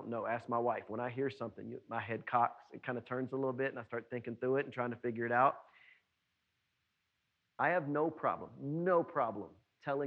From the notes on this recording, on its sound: was preached at NBC on Main on July 12, 2020.